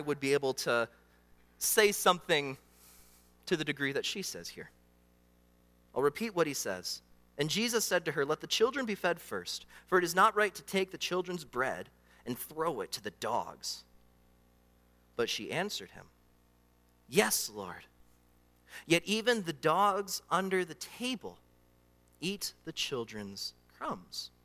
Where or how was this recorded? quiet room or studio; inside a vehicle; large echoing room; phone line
large echoing room